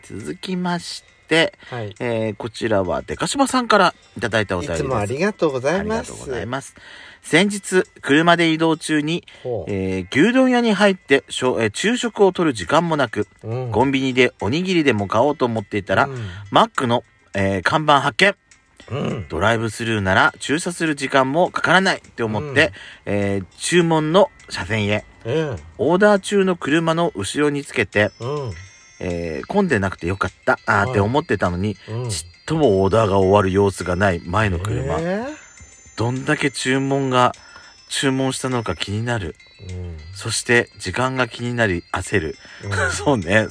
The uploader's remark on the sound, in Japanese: パーキング収録